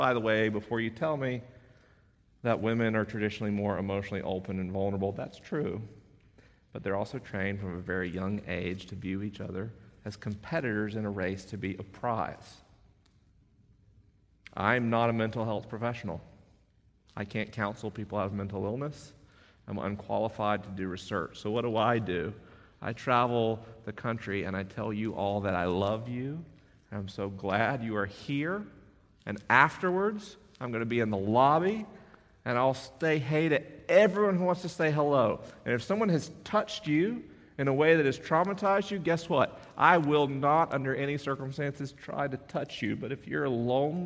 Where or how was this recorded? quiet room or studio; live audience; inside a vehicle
live audience